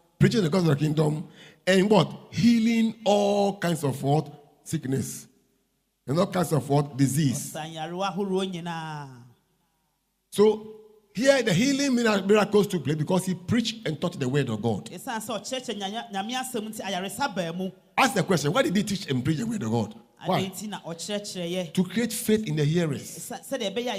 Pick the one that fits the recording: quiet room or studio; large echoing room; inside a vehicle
large echoing room